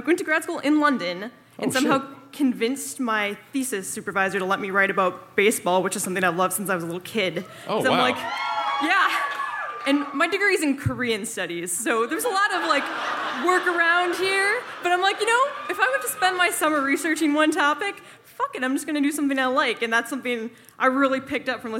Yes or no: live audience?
yes